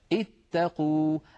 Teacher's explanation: لا تظنوا بأنه القاف يا إخواننا، الحرف الثالث هو التاء الثانية، لأن التاء مشددة فهي عبارة عن تائين ساكنة فمفتوحة، فطالما أن الحرف الثالث مفتوح تكسر عند البدء، اتقوا.